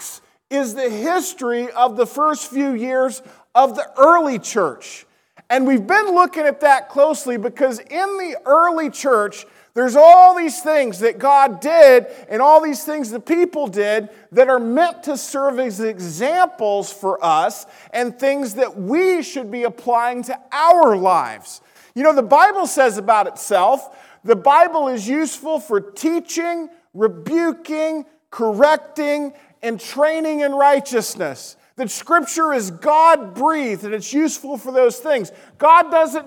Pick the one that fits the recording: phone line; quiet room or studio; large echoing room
large echoing room